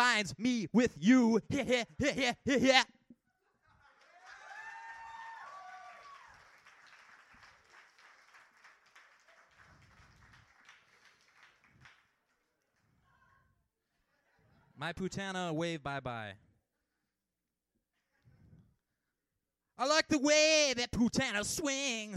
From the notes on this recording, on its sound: The Kzoo Slam held its tournament to determine which four poets would represent Kalamazoo at the National Poetry Slam. This is the open-mic portion of the first round of semi-finals.